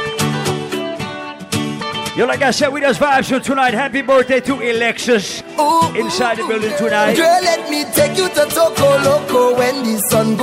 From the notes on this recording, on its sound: LIVE AT ISLAND SATURDAYS ON MAY 4TH. Live Audio.